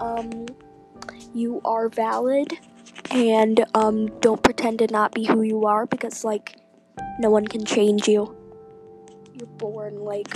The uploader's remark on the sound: sorry about the buzzing in the background, it’s my headphones